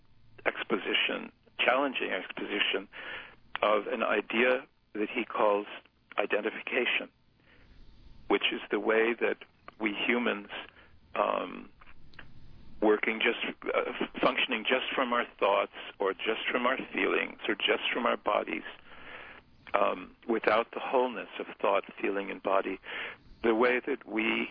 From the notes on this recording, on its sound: we converse by telephone